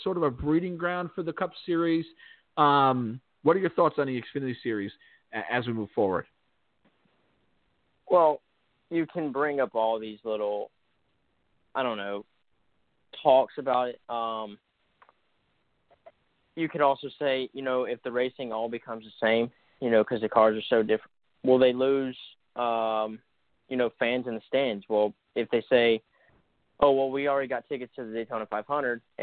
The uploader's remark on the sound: we’ll take your phone calls.